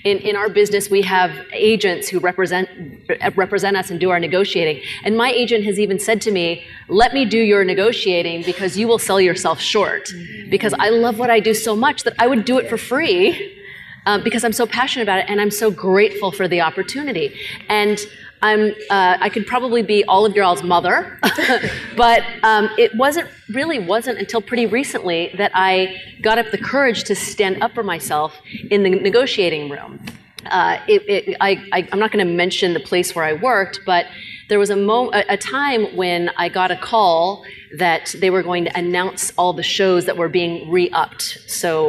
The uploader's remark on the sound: A LIVE, unfiltered conversation. From the nation's largest HBCU--North Carolina A&T where the ladies participated in a Chancellor's Town Hall entitled "Women's Issues".